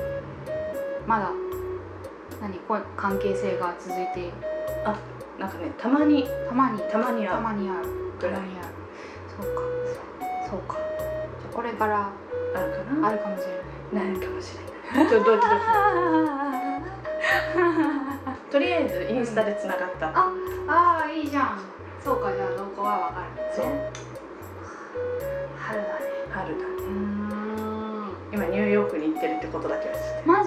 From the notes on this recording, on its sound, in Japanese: 録音環境劣悪のため超絶ローファイでお送りします。